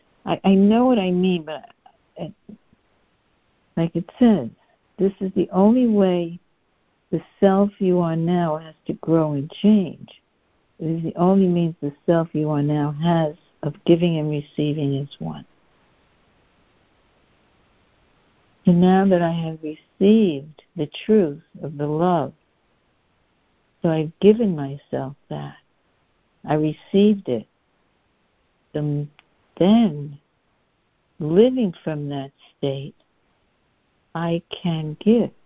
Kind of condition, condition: link, phone line